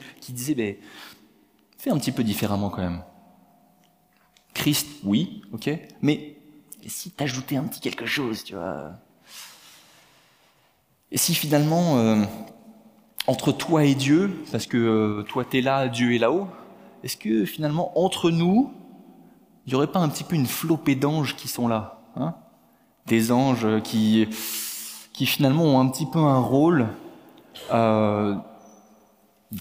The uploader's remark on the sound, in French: Enregistré à l'église CVV, le 23/10/2022